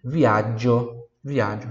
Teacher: como se tivesse o D ali antes do G